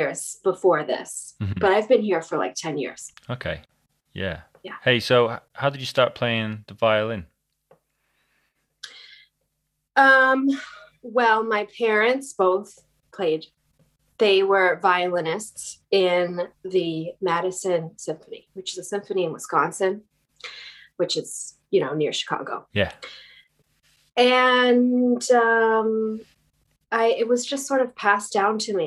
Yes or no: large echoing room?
no